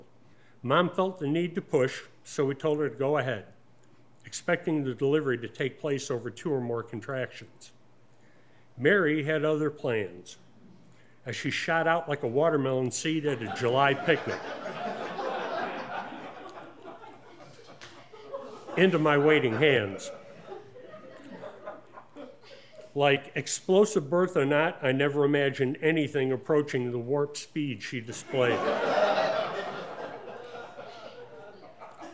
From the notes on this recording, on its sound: Presented as a live event in Asheboro, NC, which is then edited for broadcast. This episode was recorded live in the taproom at Four Saints Brewing Company.